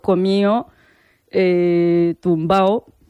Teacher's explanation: la pérdida de la D intervocálica en los participios